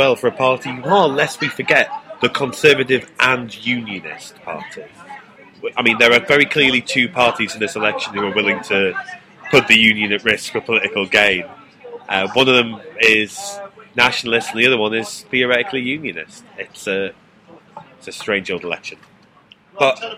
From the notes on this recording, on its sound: Record the podcast outside in the sunshine (complete with a spontaneous display of pure #milifandom).